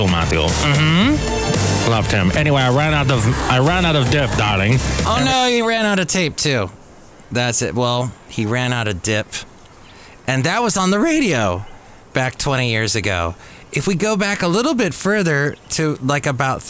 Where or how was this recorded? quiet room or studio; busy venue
busy venue